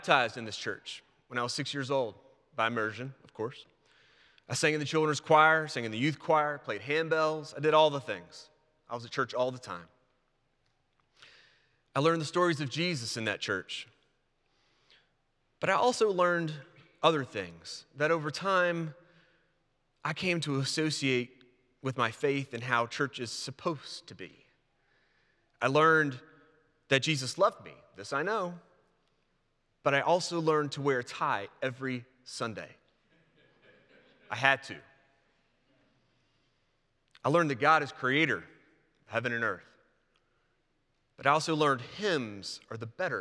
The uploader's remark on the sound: presented by Asbury Seminary Kentucky Chapel, recorded on Wednesday, January 10, 2024 at Asbury Theological Seminary's Kentucky campus